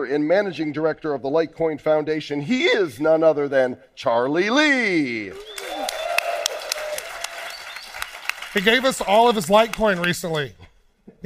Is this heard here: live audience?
yes